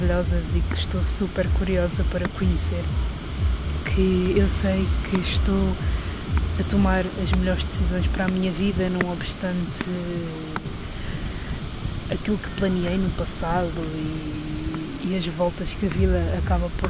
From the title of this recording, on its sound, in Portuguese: mini episódio na praia